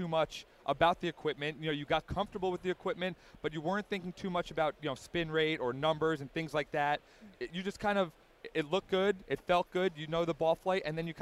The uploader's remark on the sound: Recorded at the PGA Show in January.